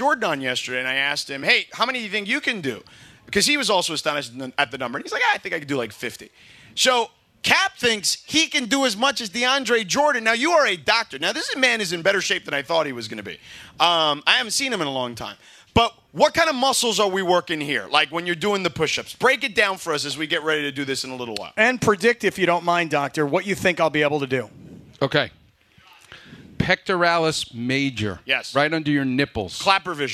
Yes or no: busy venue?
yes